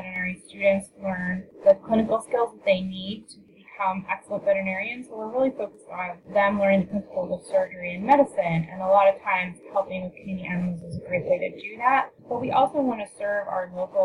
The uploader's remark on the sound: Please note that the audio quality of this interview is questionable due to technical difficulties.